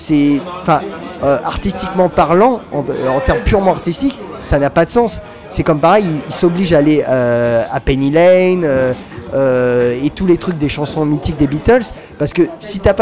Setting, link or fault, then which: setting, busy venue